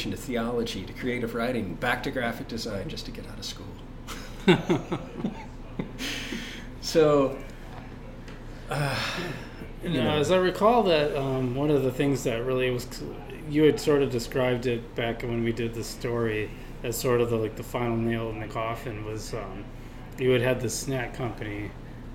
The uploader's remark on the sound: Live at Daly's